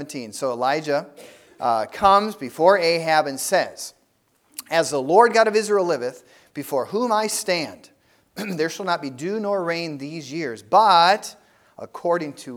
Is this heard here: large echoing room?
yes